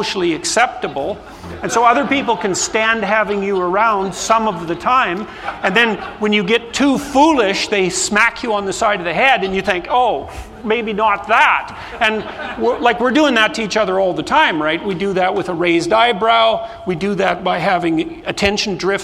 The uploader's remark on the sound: This episode was recorded in front a live studio audience. During the Bitcoin 2022 Conference in Miami, FL.